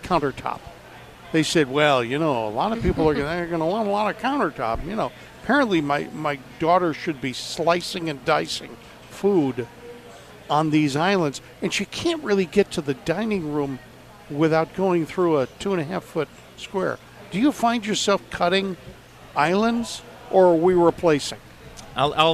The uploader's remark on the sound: Live from the "Southern Ideal Home Show"